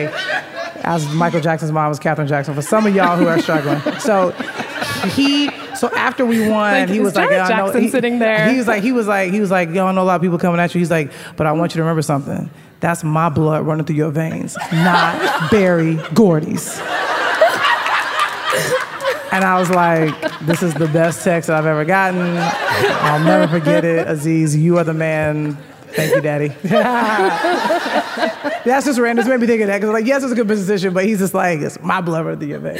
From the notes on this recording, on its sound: Werk It: The Podcast is a compilation of some of the best moments from the live event.